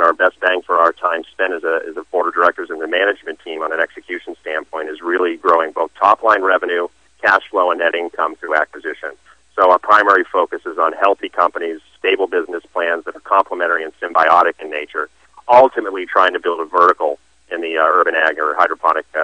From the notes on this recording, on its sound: called into SmallCapVoice.